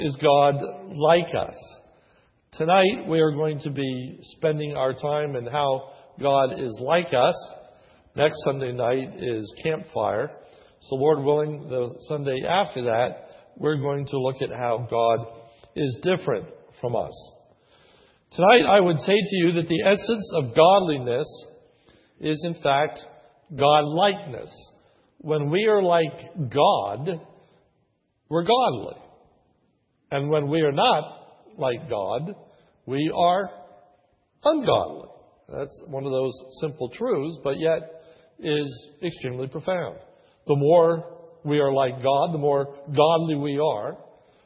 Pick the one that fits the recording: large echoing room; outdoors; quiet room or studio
large echoing room